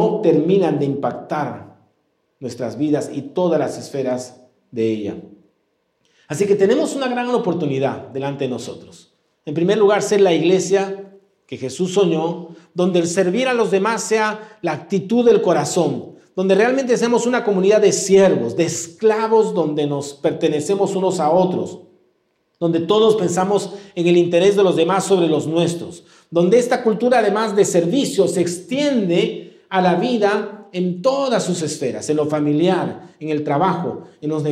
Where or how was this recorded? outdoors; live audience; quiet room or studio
live audience